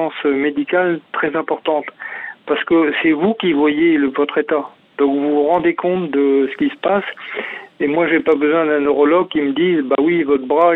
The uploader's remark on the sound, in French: Atteint de Sclérose Latérale Amyotrophique (au téléphone).